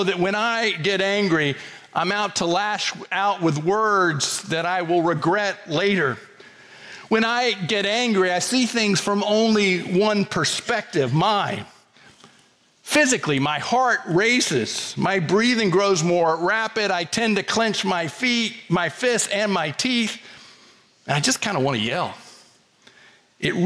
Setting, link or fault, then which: setting, large echoing room